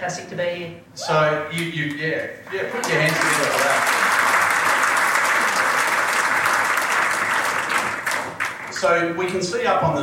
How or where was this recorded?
busy venue